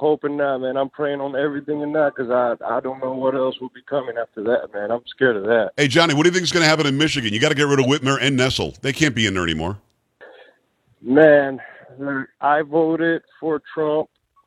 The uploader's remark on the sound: LIVE Call